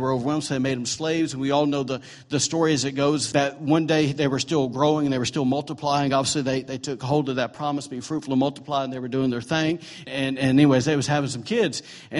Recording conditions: large echoing room